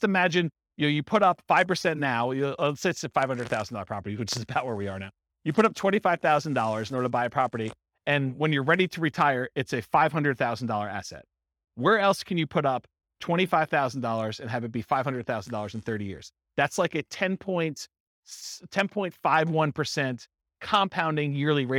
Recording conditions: live audience